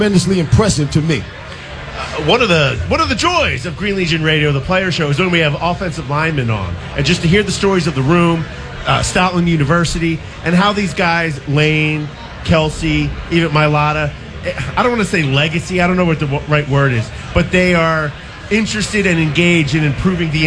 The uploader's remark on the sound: LIVE from our Giants Playoff Tailgate!